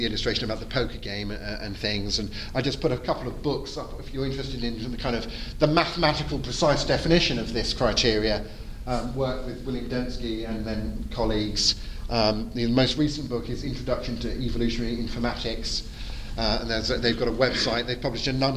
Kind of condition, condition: setting, live audience